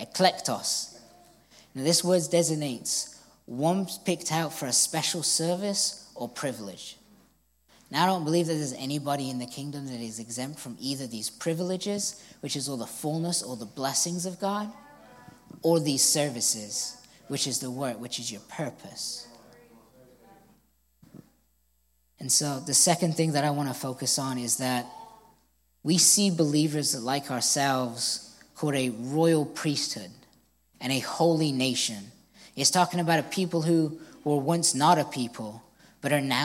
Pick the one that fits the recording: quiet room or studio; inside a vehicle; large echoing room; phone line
large echoing room